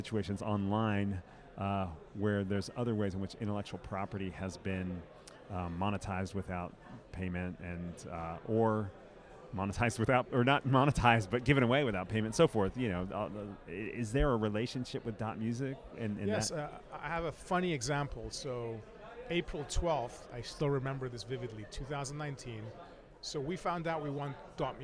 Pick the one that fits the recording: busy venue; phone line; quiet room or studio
busy venue